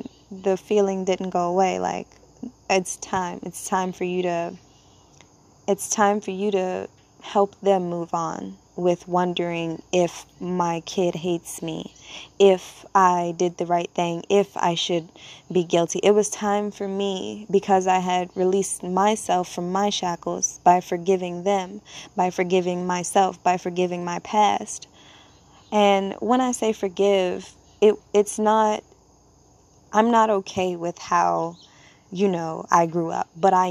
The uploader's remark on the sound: As I am sitting outside, enjoying Natures company.